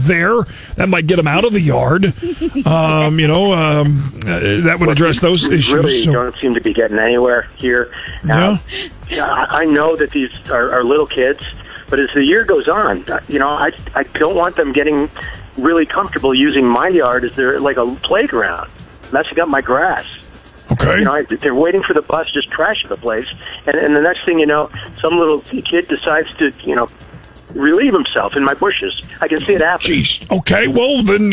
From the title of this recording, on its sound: Friday Phone Jacks Prank Call